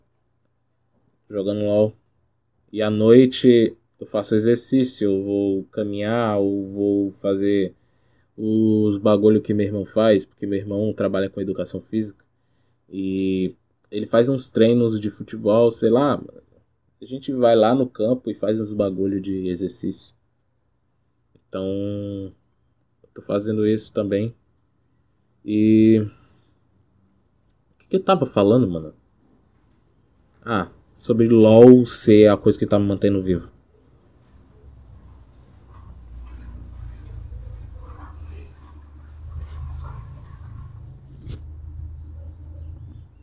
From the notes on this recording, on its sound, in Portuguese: espero que não se incomodem com os barulhos externos